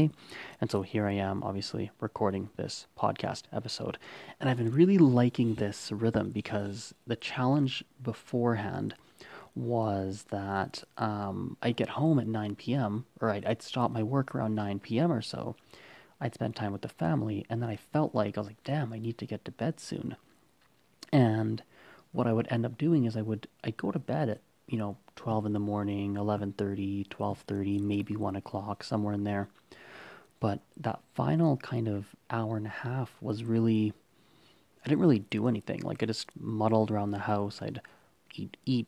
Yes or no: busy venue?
no